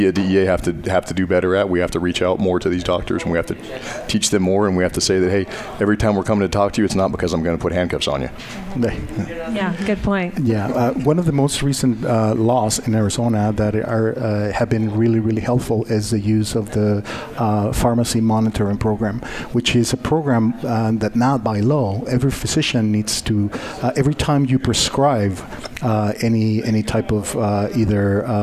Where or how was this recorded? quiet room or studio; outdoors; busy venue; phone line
busy venue